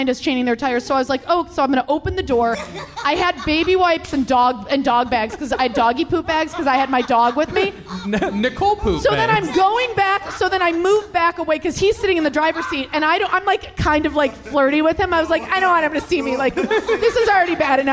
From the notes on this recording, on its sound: Recorded at the Park Bar in Detroit, Michigan. LIVE episode.